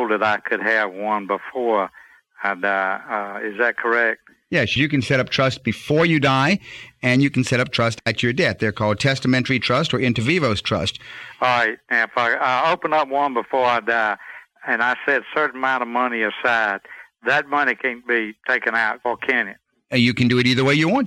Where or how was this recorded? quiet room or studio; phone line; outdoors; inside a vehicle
phone line